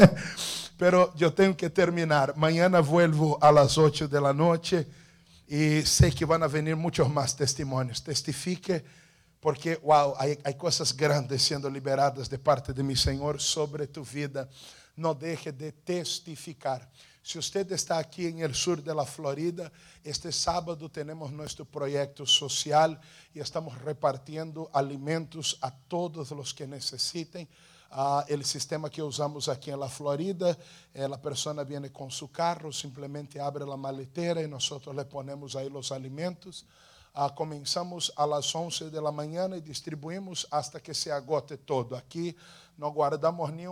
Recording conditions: large echoing room